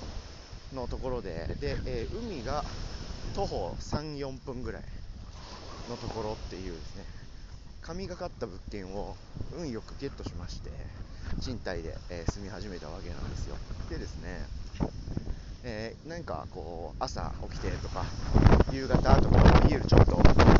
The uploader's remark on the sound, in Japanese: ワイルド音質ver。海を歩きながら優雅に話そうと思ったら風が強すぎて聴けたもんじゃあない音質の方のエピソードがこちらです。